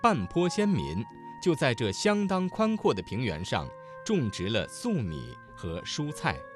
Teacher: 声母是翘舌音的字有在这的这、种植二字、蔬菜的蔬